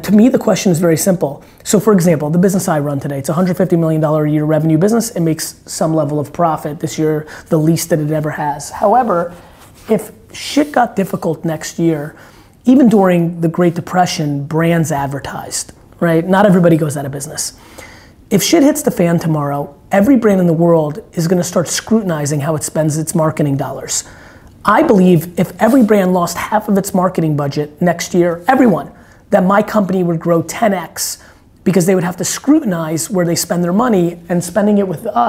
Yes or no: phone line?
no